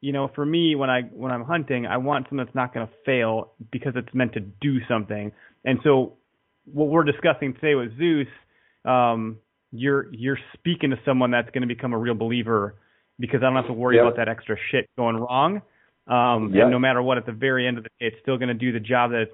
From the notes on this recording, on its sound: Live listener calls.